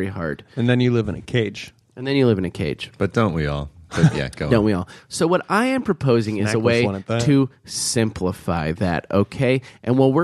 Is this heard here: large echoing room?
no